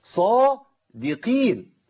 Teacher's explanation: الصاد مفتوح في اعلى مراتب التفخيم، القاف مكسوره ضعيفه جدا تبقى قي، يبقى صادقين، يبقى انا من بعد الصاد على طول ابتدي اخد هذه الابتسامه البسيطه صادقين، بس لا مجهود ولا مشاكل خالص ولا ايش خلال.